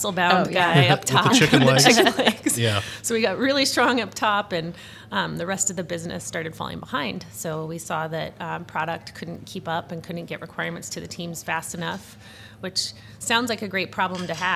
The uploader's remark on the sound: Live From Agile Midwest